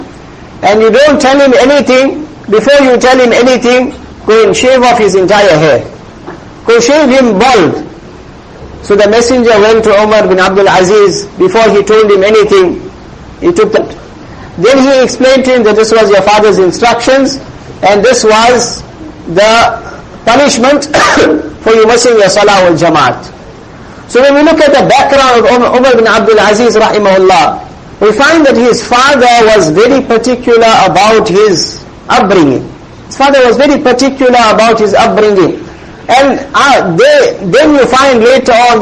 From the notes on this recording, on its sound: Jumuah lecture at May Street masjid